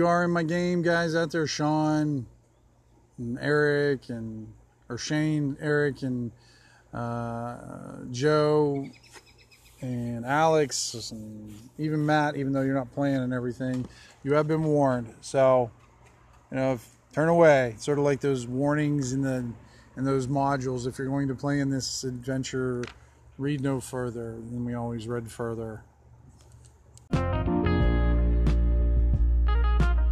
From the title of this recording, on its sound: on the Back Deck